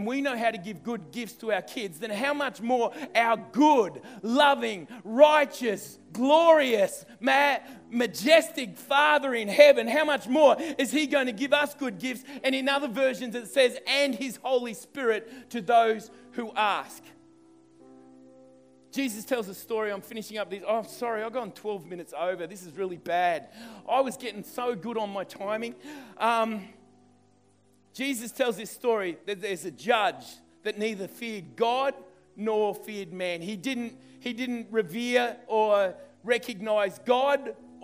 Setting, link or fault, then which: setting, live audience